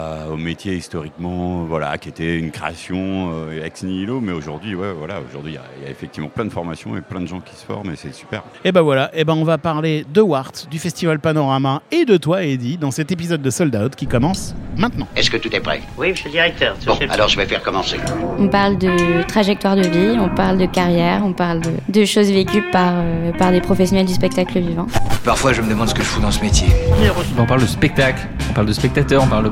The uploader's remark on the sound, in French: Dans cet épisode enregistré lors du MaMA